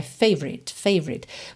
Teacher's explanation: Você pode ignorar o O completamente, tentar juntar o V no R